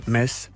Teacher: On ne prononce pas le T.